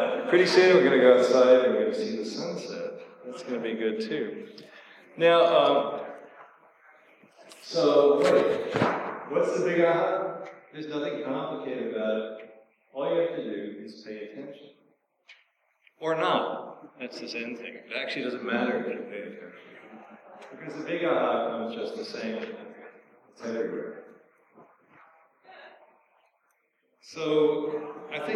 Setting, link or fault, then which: fault, echo